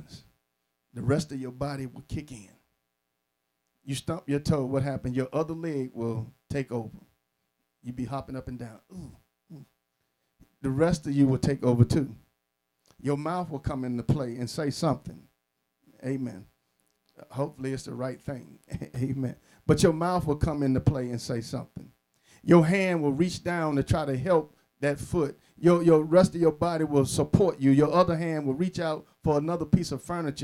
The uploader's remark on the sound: Sermon preached from Wesley AME Zion Church